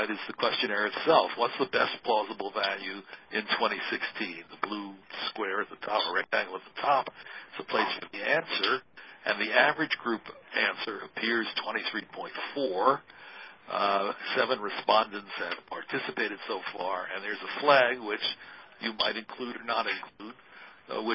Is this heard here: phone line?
yes